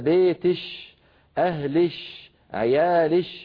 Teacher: في زمن النبوة هناك شيء اسمه الكشكشة، وهو إبدال كاف المؤنثة المخاطبة إما شينا أو تاء بعدها شين، وهلهم بقايا إلى عصرنا هذا، مثلا الحضارم يقولون للأنثى بيتش، أهلش، عيالش، فيبدلون كاف المخاطبة شينا خالصة